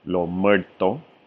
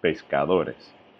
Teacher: The letter S is often dropped and replaced with an English letter H sound. · Shown in: first take